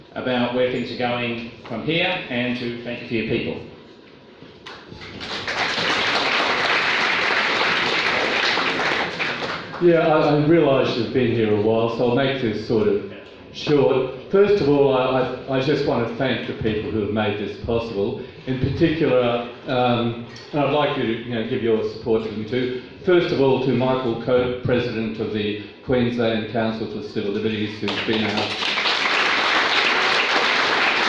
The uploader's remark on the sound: Forum at Kurilpa Hall, Brisbane, on 11 Dec 2019